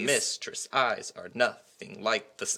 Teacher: you miss the first syllable, hit it hard on the second · Term: iambic